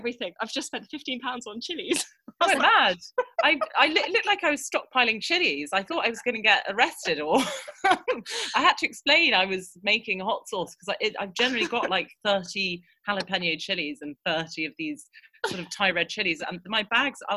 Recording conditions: video call